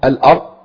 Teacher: نقف عليها ببيان صوت الضاد برخاوة لكن دون قلقلة